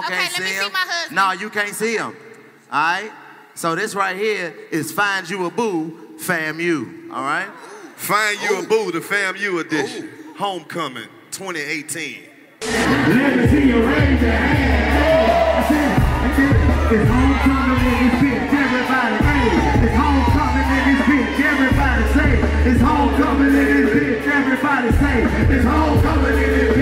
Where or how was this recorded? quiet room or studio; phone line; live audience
live audience